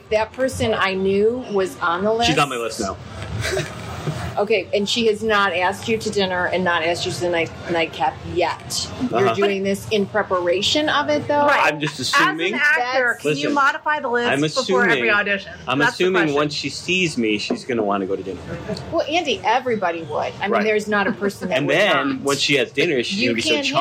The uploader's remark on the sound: Takes his Iphone on the road and gets real with people on the street.